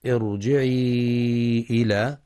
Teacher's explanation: ارجعي إلى مد منفصل لحفص عن عاصم من طريق الشاطبية يمد 4 أو 5 حركات بسبب مجيء حرف المد في كلمة وهمزة القطع في كلمة أخرى.